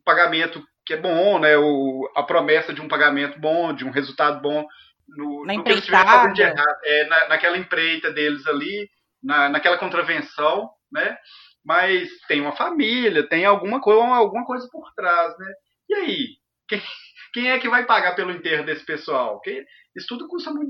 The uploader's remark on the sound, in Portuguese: Gravado remotamente, qualidade comprometida #covid19.